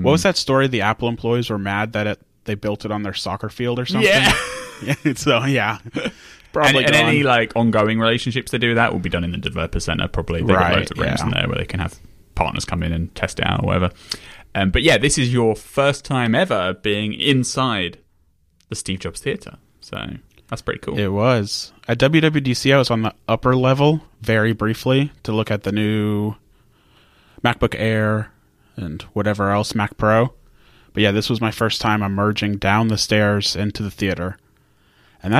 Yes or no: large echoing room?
no